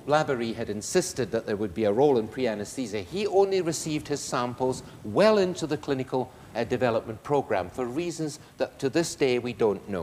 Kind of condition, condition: setting, large echoing room